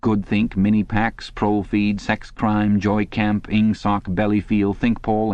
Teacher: words of two or three syllables, with the stress distributed equally between the first syllable and the last. The use of them encouraged a gabbling style of speech, at once staccato and monotonous.